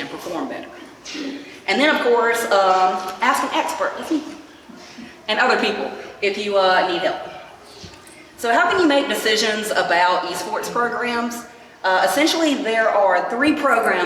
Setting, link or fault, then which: setting, live audience